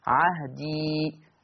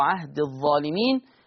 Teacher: عهدي، أثبت الياء. إذن الياء ثابتة في الوقف ومحذوفة في الوصل